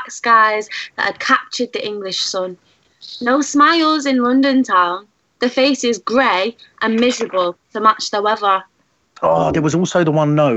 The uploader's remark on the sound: Are self-isolating in their tepees, down on the Irwell. Over Skype. In the background, screaming through the night there are constant ambulance sirens, it disturbs, but the Sioux speak, they laugh, and they cry.